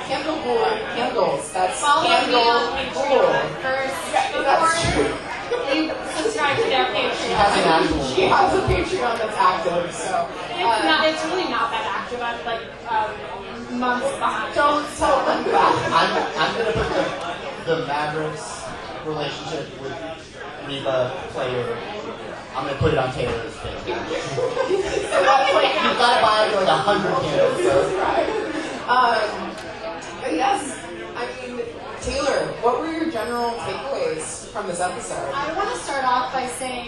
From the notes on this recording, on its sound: Gathered at Dallas' Barley House to record barely intelligible audio and drink too many beers. LIVE AT BARLEY HOUSE. IT'S OUR FIRST EVER LIVE POD!!!